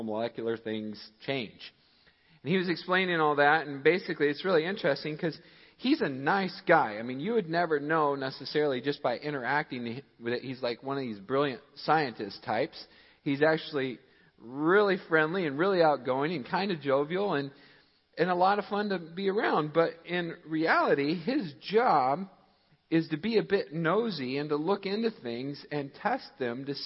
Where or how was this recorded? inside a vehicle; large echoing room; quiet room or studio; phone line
large echoing room